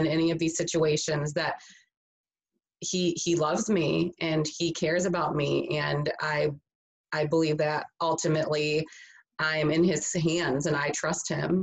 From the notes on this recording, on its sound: Virtual chapel series "Zooming in on Hope" with a Zoom conversation.